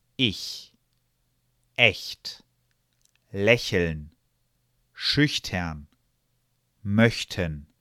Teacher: Eine Form von CH klingt für Ausländer ähnlich wie Sch, allerdings ist es das nicht. CH nach E, I, Ä, Ö, Ü wird sanfter als der Sch-Laut gesprochen.